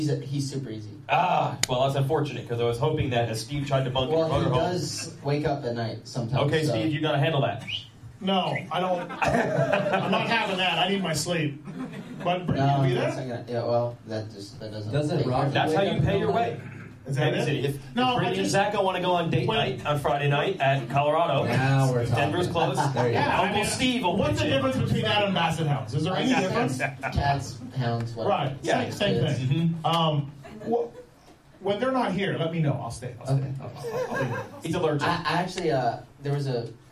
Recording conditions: live audience